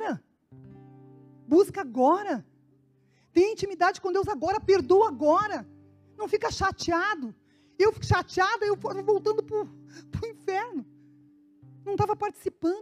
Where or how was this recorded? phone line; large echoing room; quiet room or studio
large echoing room